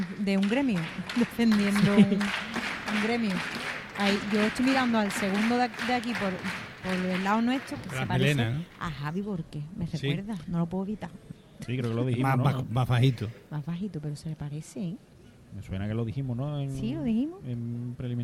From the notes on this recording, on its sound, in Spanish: En directo desde el Gran Teatro Falla de Cádiz. En Onda Cero Cádiz.